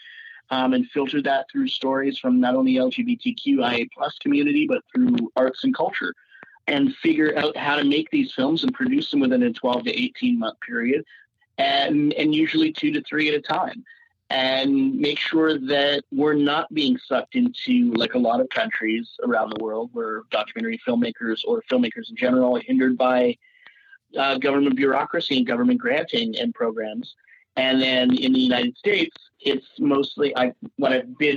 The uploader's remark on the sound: We had the opportunity to hop on the phone